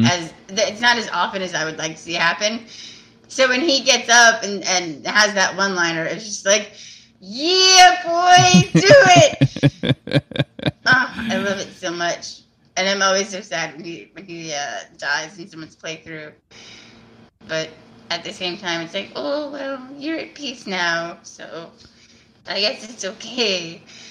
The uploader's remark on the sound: Editor's note: there was some audio echo prevalent in this episode. I think I was able to squash most of it, but if you hear some I'm sorry.